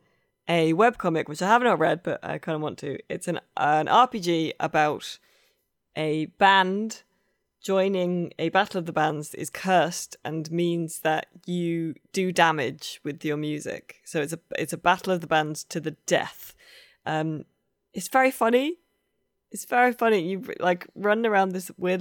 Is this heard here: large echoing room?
no